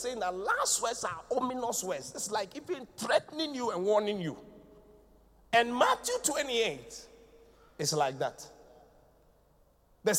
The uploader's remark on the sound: Preached at the Qodesh